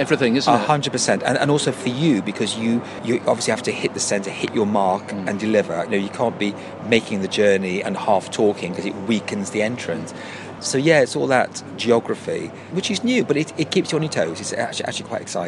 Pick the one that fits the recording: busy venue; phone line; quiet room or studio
busy venue